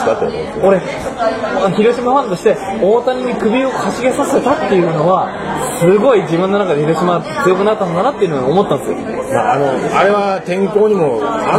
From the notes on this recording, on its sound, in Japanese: 品川飲み会2次会編。2次会開催そして収録。